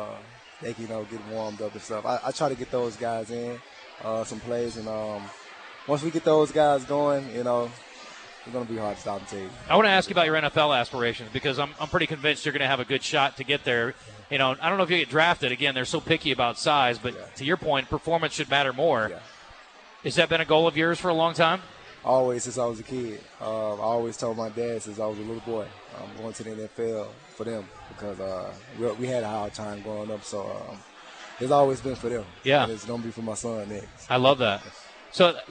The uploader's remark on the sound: LIVE from Walk-Ons Sports Bistreaux in Conway